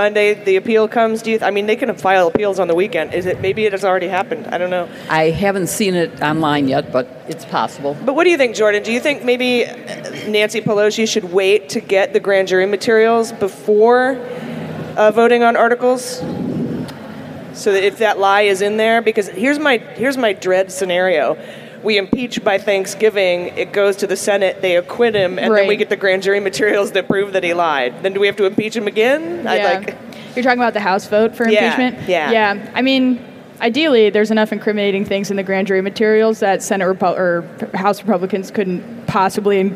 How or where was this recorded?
live audience